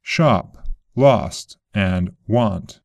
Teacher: In British, we use back rounded open sound a for words like shop, lost, and want. In American, we don't round the lips · IPA: /ʃɑp/ ;, /lɑst/ & /wɑnt/